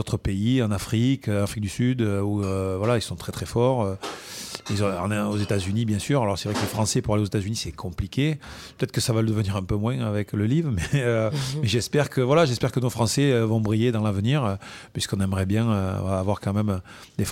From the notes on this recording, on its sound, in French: Cette semaine Swing est en direct de Deauville où se déroule cette semaine le Lacoste Ladies Open de France.